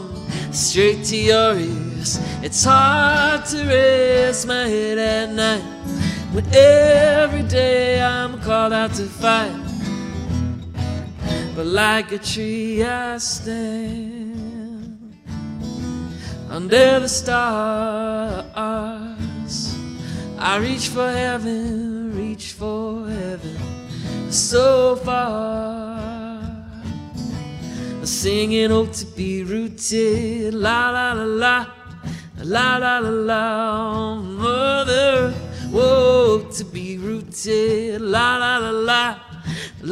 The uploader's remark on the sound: live at The Staysh in gorgeous Goderich, Ontario